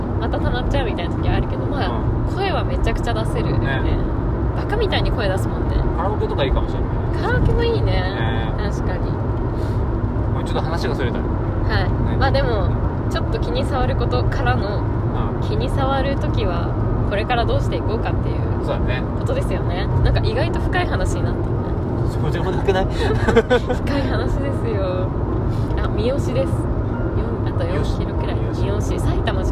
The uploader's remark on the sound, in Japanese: 車の中で収録してます！騒音うるさいかも！ごめんなさい！